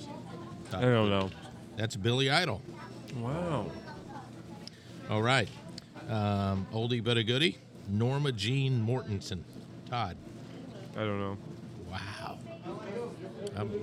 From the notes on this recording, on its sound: Recorded at the bustling Serafina's Pizzeria